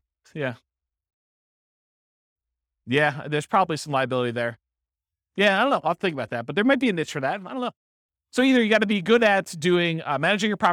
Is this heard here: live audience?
yes